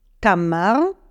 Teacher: the way I pronounce the R is not with my tongue, but with my throat. It's the same sound as you will hear when you gargle water like this.